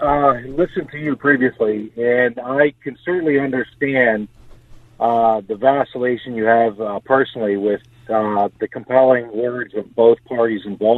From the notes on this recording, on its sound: take phone calls from our listeners